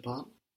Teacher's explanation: you kind of half hear the E here, because it's quite hard to finish on an L, so it's je parle.